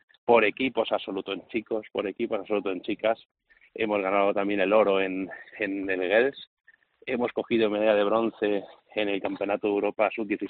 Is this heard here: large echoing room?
no